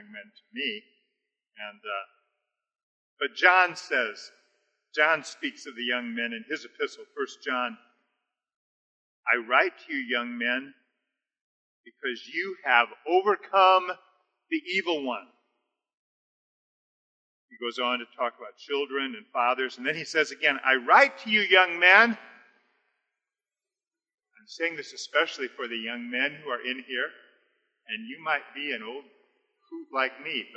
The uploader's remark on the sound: We apologize for the low audio quality. We had some technical difficulties.